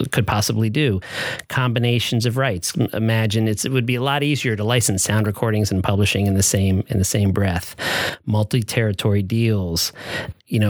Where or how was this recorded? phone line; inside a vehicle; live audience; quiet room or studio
quiet room or studio